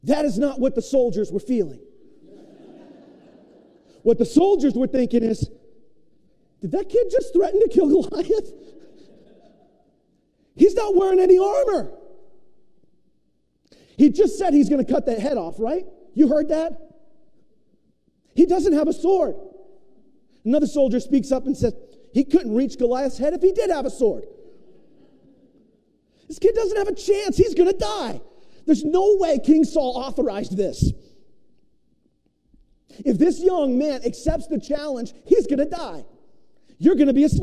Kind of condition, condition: setting, large echoing room